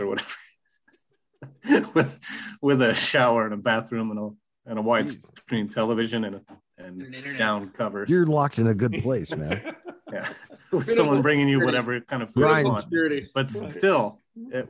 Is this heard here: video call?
yes